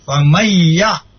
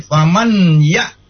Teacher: nun sukun atau tanwin itu dimasukkan menjadi satu dengan huruf sesudahnya atau distasdidkan dengan mendengung · Shown in: first take · Term: idgham bigunna